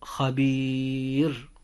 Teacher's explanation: كلمة خبير، حرف المد في هذه الكلمة هو حرف الياء، وقد جاء حرف الياء قبل حرف الراء، وهنا حرف المد إذن قبل آخر الحرف الأخير من هذه الكلمة، وقد سكن آخر حرف وهو حرف الراء، فهذا المد يسمى بالمد العارض للسكون، ويجوز فيه الحركات التالية: خبير بمقدار 2 حركة، و4 حركات خبير، وبمقدار 6 حركات هكذا خبير.